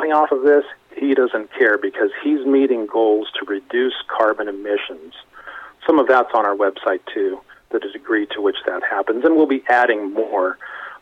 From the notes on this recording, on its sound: called in to SmallCapVoice